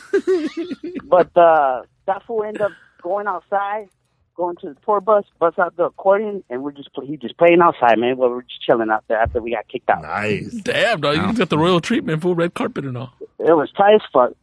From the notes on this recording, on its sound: We did our monthly call-in show this week and took your calls for an hour.